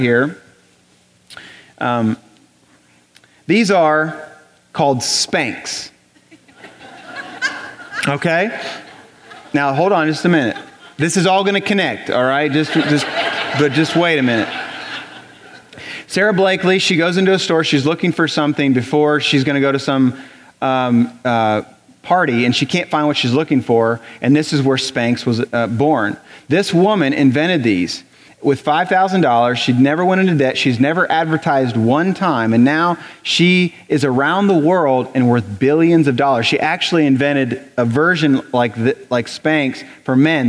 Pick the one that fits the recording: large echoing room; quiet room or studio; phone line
large echoing room